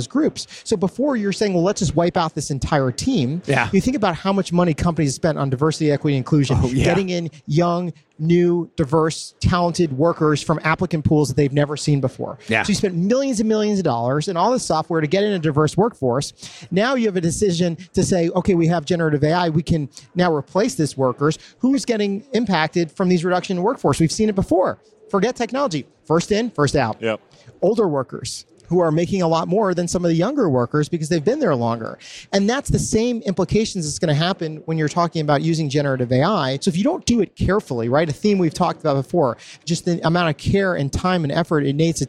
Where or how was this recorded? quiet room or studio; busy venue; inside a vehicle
busy venue